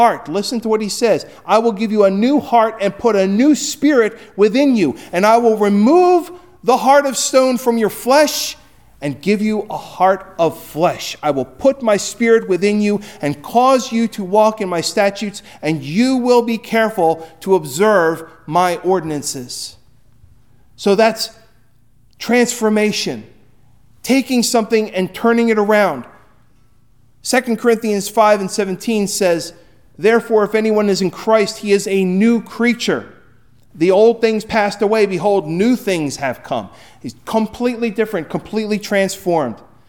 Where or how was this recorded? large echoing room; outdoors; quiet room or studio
large echoing room